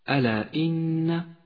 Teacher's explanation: مد منفصل اخترنا قصر مده على حركتين